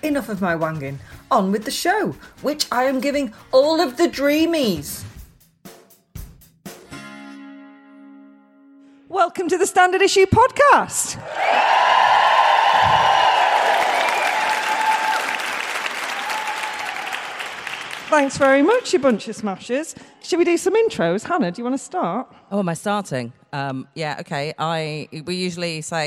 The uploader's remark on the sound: Recorded live in March as part of the first Birmingham Podfest.